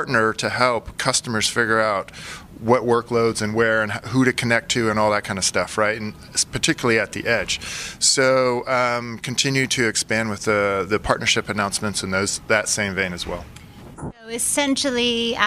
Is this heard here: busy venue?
yes